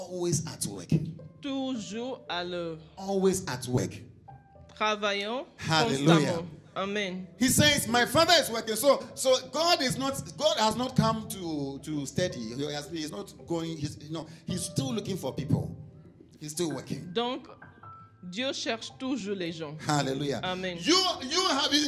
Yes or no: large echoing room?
yes